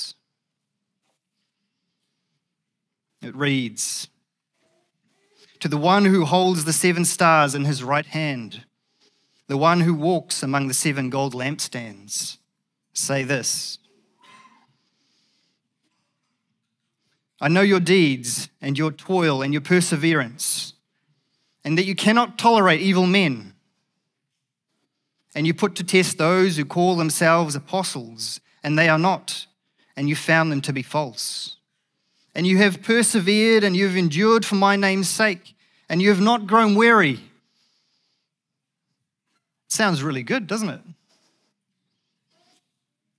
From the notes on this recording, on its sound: Recorded at the Hukanui Bible Church morning service on Sunday the 20th of August 2023 during the 10:00 am service.